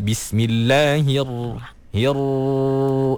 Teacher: Okay, pertamanya okay, ha baris bawah tu nak masuk dalam ra tu. Ra tu jangan bergetar banyak sangat. · Term: sifat takrir